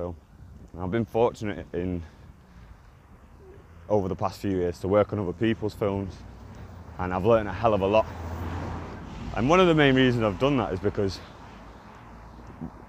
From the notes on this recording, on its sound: I was walking to work and decided to press record apologises with the sound but stick with it.